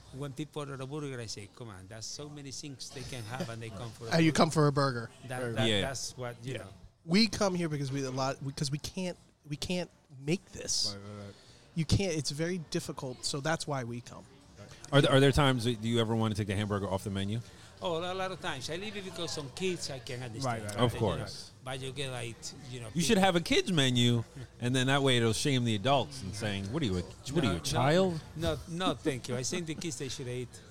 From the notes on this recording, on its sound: Table side chat. This podcast was recorded live at Ibizia Kitchen in Chappaqua, NY .